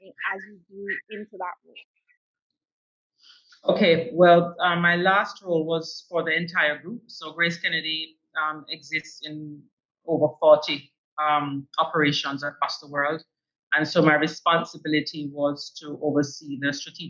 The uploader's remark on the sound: I apologise for this episode's sound quality.